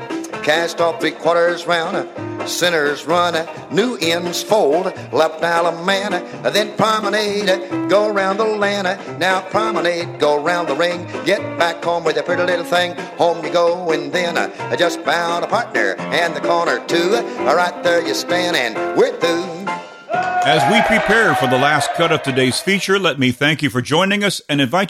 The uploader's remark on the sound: A one of a kind record which was recorded live. At the Blue Ridge Square Dance Camp.